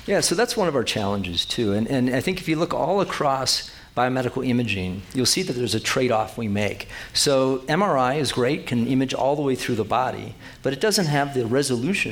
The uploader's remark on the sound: His "Town Talk" sponsored by Telluride Science, was recorded at the Telluride Mountain Village Conference Center in Colorado. The program was moderated by veteran broadcast journalists.